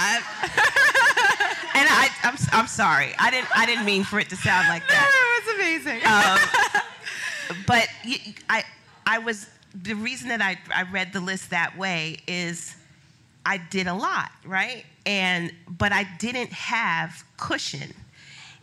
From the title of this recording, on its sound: Live from the WorkParty Tour